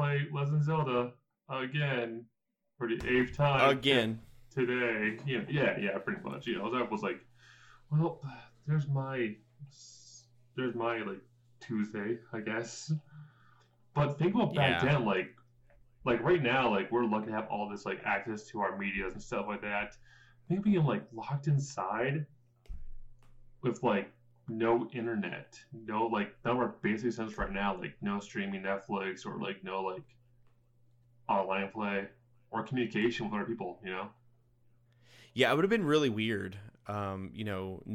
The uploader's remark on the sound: We had a recording error this week and the sound was degraded. We tried to fix it!